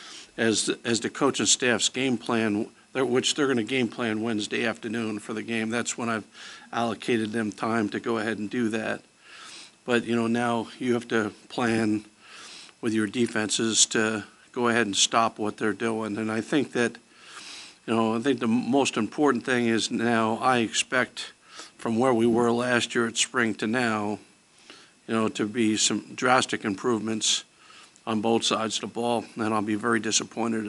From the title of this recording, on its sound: Press Conferences & Post-Game Interviews